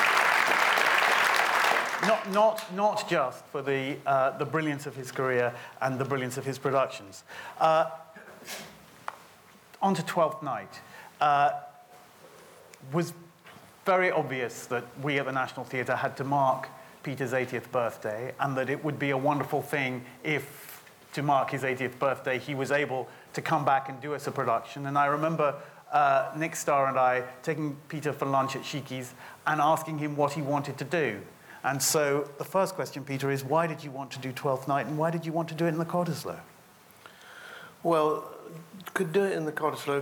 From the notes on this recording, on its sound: This interview is a recording of a live Platform event in the Cottesloe Theatre from January 2011